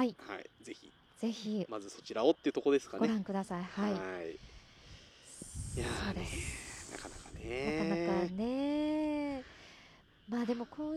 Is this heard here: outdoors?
yes